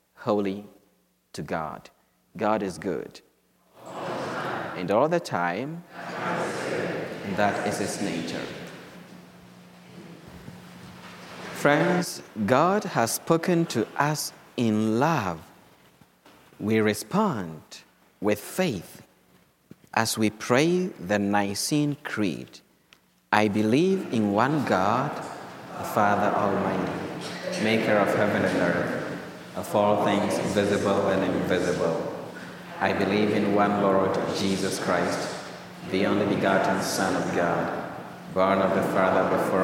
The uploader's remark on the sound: Mass from Holy Spirit Catholic Church in Creston Iowa